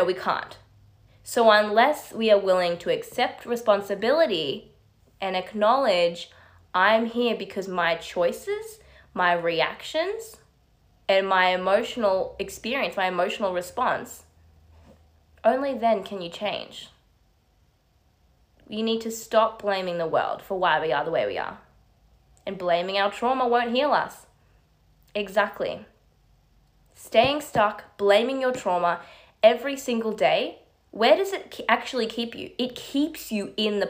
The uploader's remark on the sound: This audio is from my live on Instagram